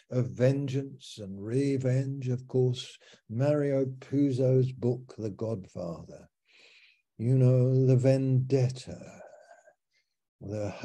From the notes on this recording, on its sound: Malaysia Meets (Zoom).